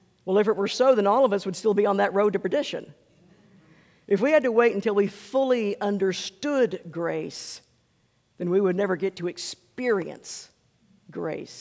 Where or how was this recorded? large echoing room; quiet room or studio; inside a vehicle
large echoing room